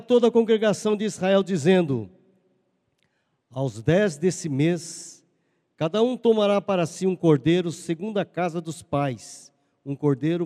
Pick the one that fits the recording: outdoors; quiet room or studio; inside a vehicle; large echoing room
large echoing room